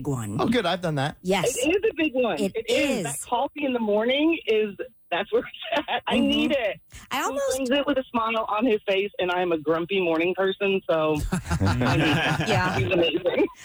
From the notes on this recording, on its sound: Ladies called in to share the small things their men do that make them happy!